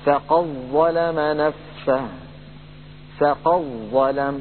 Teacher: أدغم ورش هذه الدال في الظاء للتقارب بين المخرجين فقال رحمه الله: فقد ظلم نفسه، فقد ظلم، من القاف إلى الظاء المشددة مباشرة ولا يبقى للدال أثر